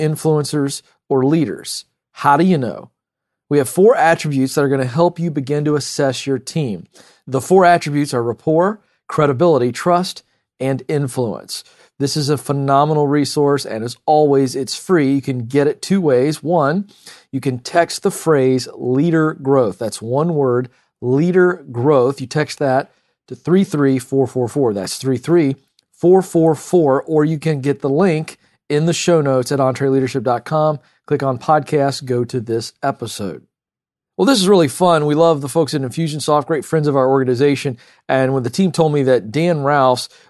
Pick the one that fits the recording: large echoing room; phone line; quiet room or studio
quiet room or studio